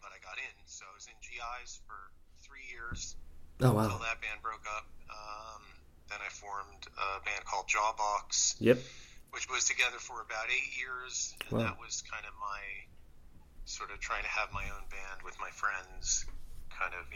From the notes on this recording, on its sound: We spend an hour on the phone